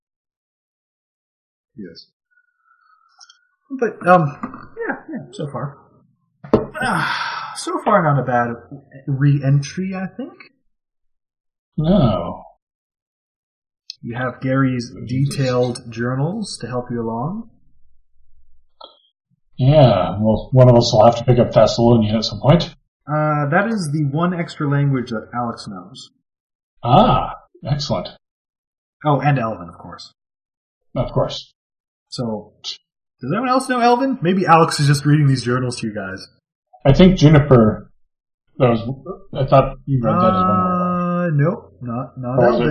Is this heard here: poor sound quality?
yes